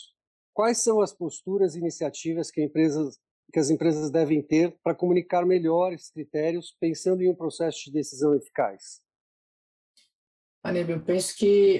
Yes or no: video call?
yes